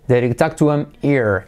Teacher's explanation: Here se convierte en ear. Letra clave here, letra clave I como E en him, y luego el did, como digo, se convierte en did he. · Term: saltar la H